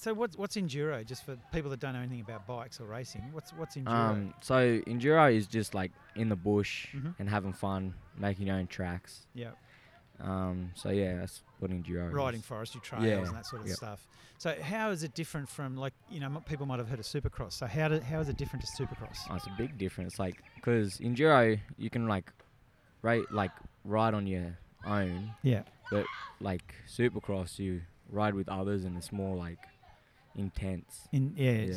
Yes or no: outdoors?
yes